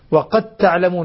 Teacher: لا ما في قلقلة خلاص. إذا أدغمت الدال في التاء سقطت القلقلة · Term: إدغام متجانسين صغير